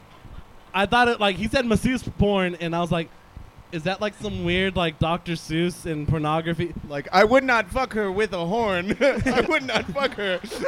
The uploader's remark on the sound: In this Live episode from 10 Sports Bar